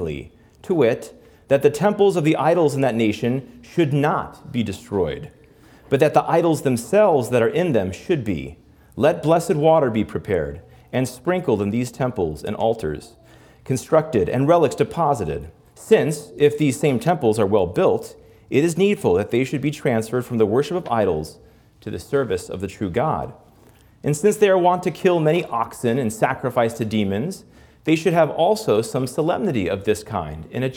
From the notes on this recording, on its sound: This Principles Live Lecture was broadcast from our annual Christmas at Christendom event. This Principles Live Lecture was broadcast from our annual Christmas at Christendom event for our President's Council benefactors.